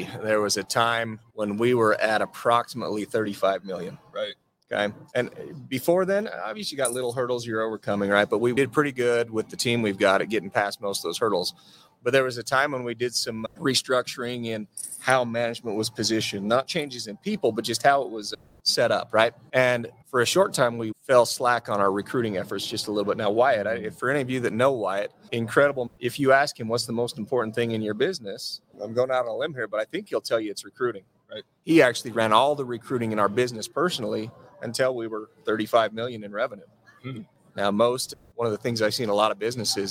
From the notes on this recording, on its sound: We are still live in Las Vegas, NV for the Profit Rocket Summit!